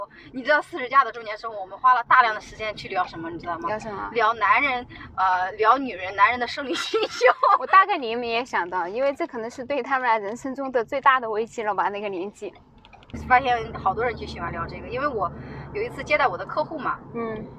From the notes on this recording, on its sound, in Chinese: 这期是边开车边闲聊，音质稍微有点一般，见谅